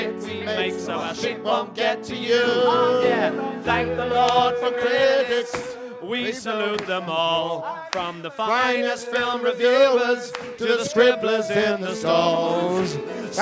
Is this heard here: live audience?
yes